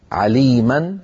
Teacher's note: التعويض عن تنوين النصب حالة الوقف بألف تمد بمقدار حركتين · Term: مد العوض